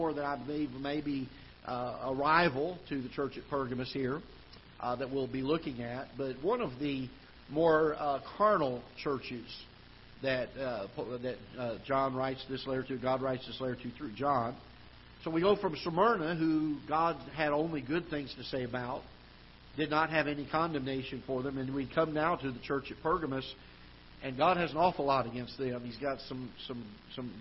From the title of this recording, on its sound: Ketha Heights Baptist Church ~ Live Broadcast